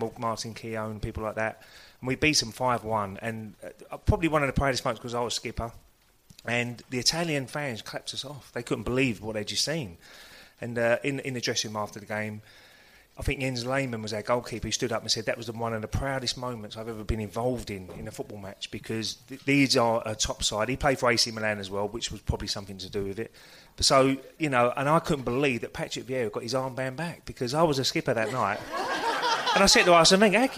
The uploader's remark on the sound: LIVE! Q&A. We took the show to another level with a live pubcast recently.